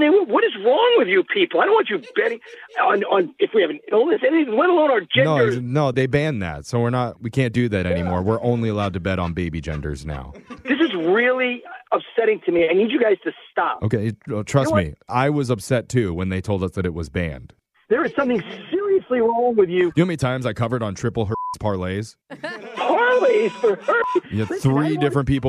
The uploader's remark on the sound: In your Phone Tap we’re calling a soon-to-be new dad